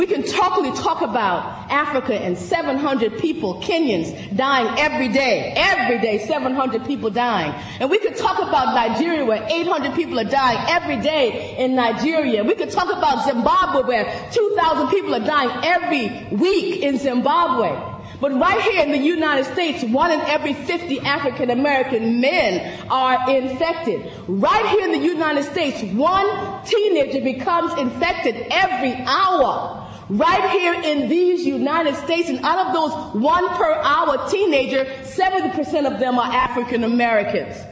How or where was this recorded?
large echoing room